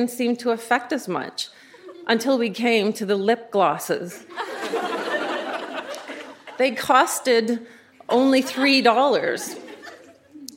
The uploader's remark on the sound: Recorded live at The Rec Room in Edmonton.